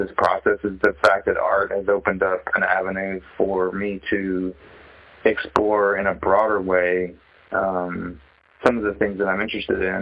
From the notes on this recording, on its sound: I check-in via phone call.